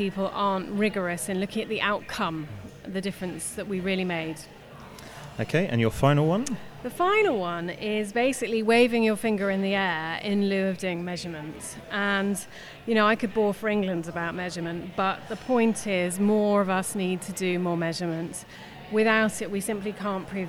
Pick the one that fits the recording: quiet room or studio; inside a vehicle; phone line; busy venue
busy venue